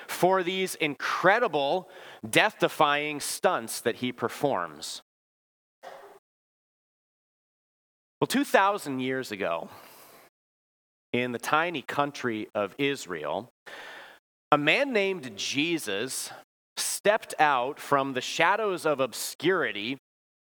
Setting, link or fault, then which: setting, large echoing room